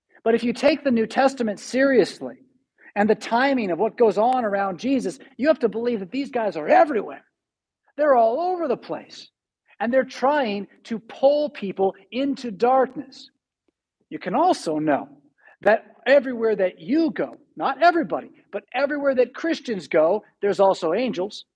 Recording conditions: large echoing room